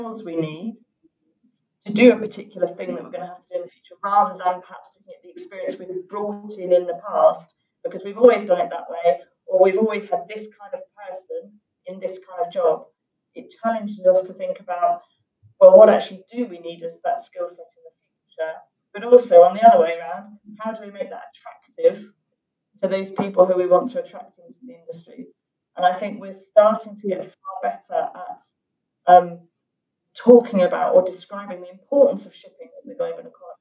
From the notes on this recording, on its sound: Webinar Recording. Catch up on the recording from the second part of our webinar.